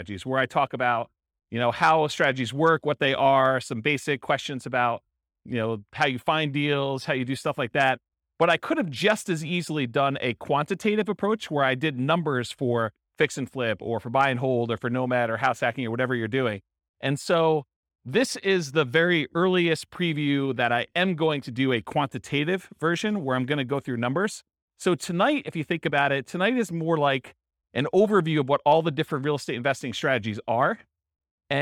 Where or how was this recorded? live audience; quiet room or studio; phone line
live audience